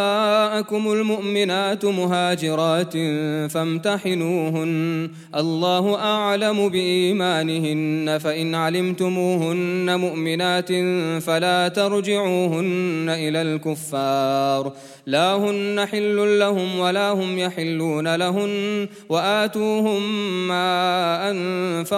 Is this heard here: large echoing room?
yes